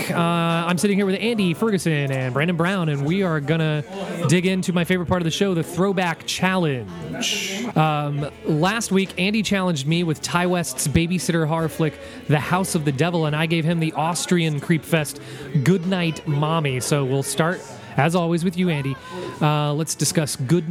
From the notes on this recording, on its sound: Live From Neckbrace Horror Night! We record live from the annual Neckbrace Substitute Horror Night. Everyone's having a good time hanging out while we dig into a variety of films.